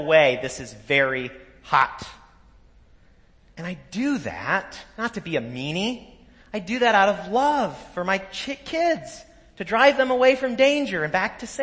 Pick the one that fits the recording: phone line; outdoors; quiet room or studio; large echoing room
large echoing room